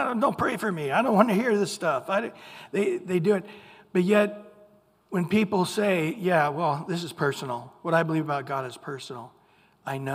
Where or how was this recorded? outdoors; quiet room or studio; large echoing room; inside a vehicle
large echoing room